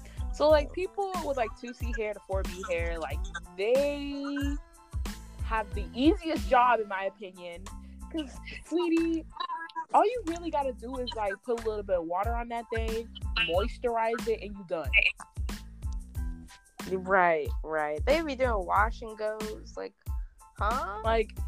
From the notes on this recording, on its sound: sorry for the audio cut outs and the audio drops